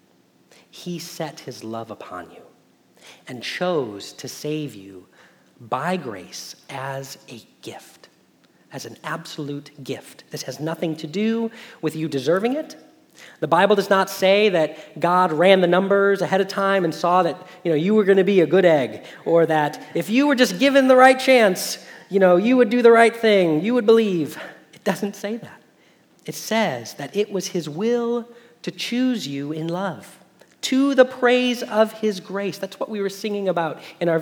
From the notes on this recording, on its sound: Message Preached at Valley Creek Church